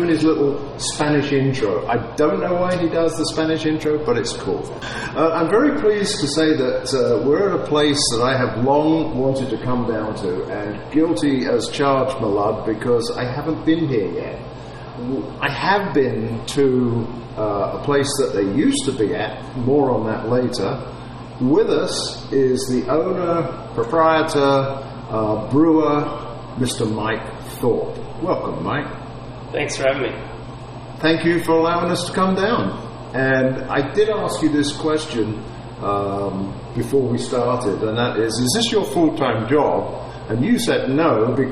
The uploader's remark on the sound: Please note: the taproom was very echoey, so our recording reflects that somewhat.